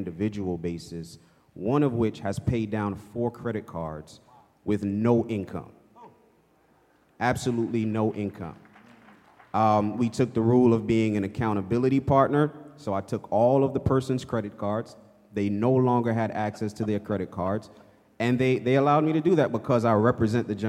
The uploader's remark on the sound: Audio bites from our Homecoming Conference in Somerset, New Jersey.